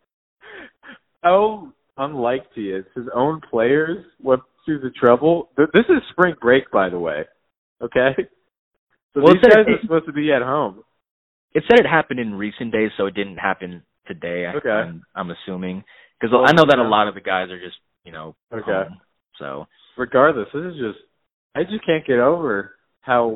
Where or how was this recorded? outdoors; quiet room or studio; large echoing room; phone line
phone line